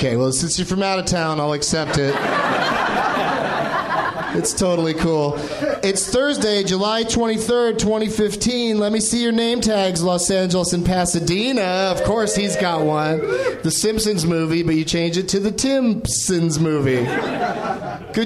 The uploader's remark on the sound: Live from the NerdMelt Showroom in LA.